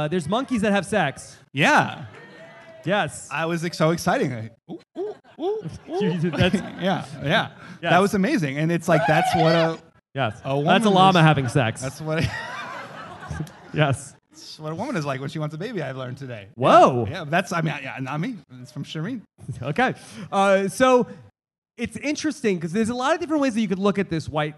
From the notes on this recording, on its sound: LIVE from the Gotham Comedy Club in NYC